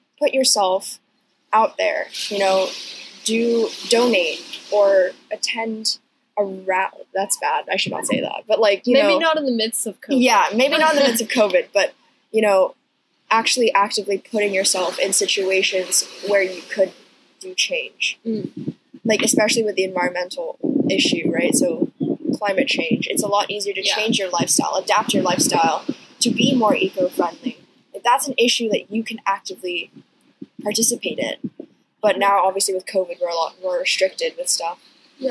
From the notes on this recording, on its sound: NOTE: Quality of audio for this episode is low due to technical difficulties.